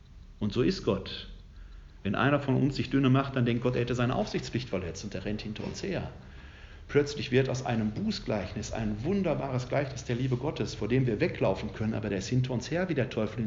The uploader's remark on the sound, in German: Mitschnitt des Vortrags